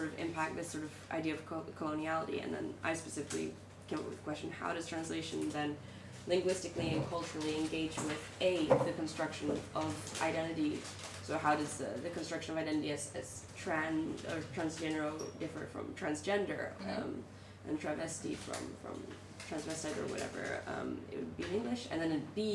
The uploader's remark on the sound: Live at Night of Arts and Sciences